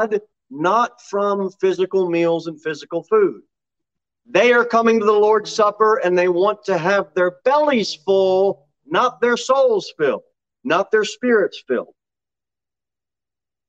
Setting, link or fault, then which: setting, large echoing room